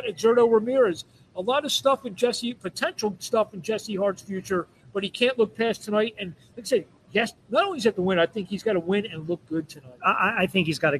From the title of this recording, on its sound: Live from 2300 Arena--RDR Promotions Fight Night Preview